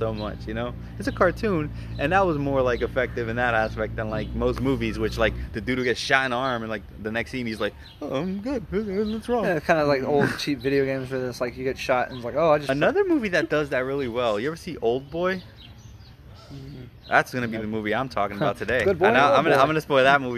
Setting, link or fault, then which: setting, outdoors